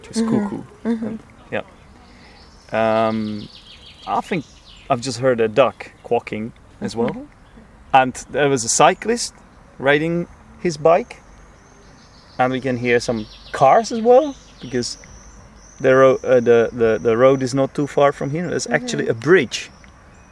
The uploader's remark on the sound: This episode was recorded outside by the river.